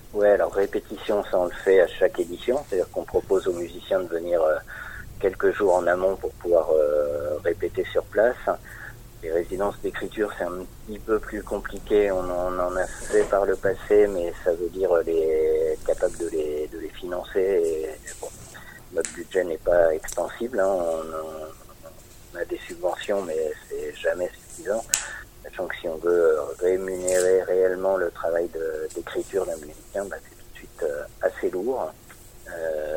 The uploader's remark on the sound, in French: Interview téléphonique